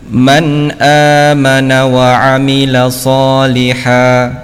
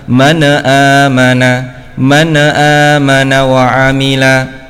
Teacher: apabila ada nun sukun bertemu dengan hamzah, ya, maka dibaca jelas · Shown in: first take · Term: idhar halqi